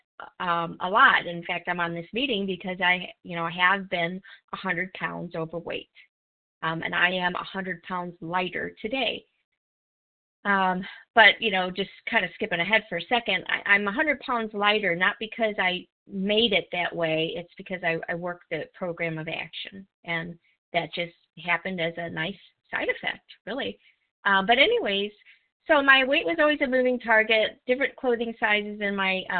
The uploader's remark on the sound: from the 100 Pounders Phone Meeting, 10/14/23.